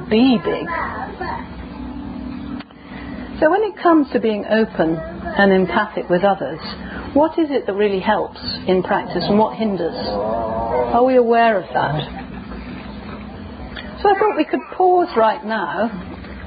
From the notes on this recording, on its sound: given in the Dharma Parlour at the 2010 Buddhafield Festival in Somerset, UK